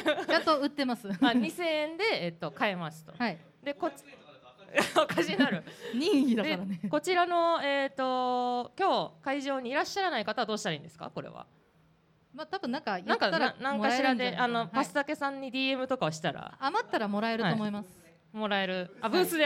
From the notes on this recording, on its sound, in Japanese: 公開収録を行いました。